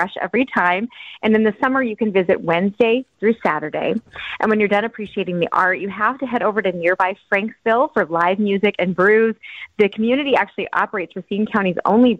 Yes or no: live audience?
no